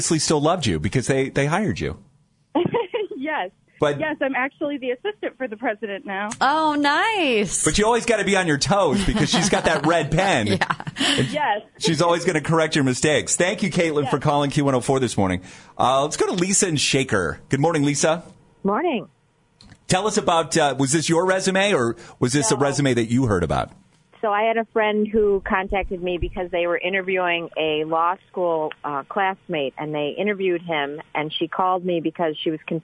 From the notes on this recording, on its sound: called in this morning during the Cleveland Confessional!